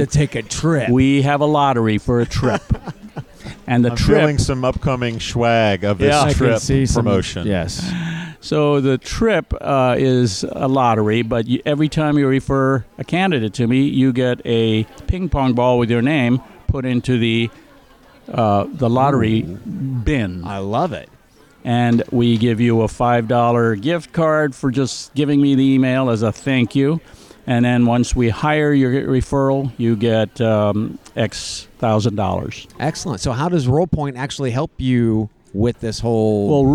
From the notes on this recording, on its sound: interview from Jobvite's Recruiter Nation Live event from San Francisco